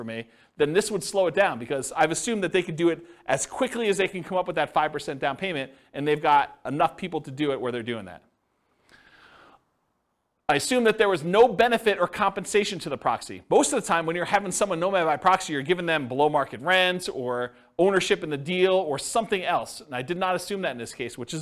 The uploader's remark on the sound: This was a live class recorded